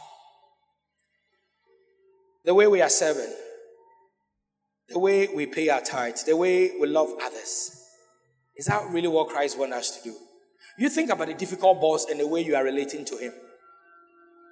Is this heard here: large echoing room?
yes